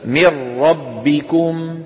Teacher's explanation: تدغم النون الساكنة في اللام والراء إدغاما كاملا من غير غنة في المشهور من طرق القراء كطريق الشاطبية. · Term: ادغام كامل